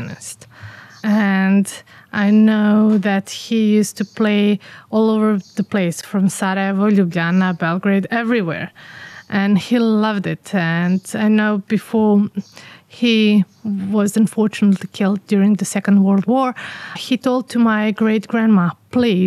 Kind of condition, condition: setting, outdoors